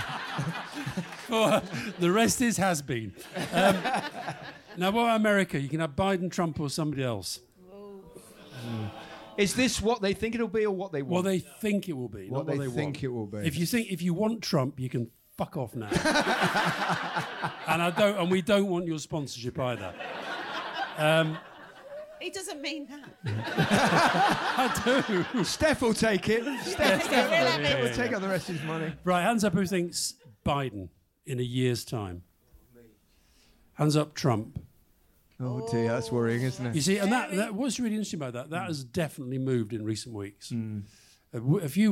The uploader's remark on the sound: Recorded at PodPod and Campaign’s Podcast Advertising Summit last week, this exclusive live recording.